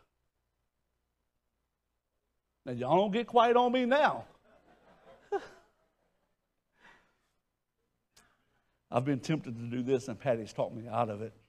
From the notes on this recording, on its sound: question from audience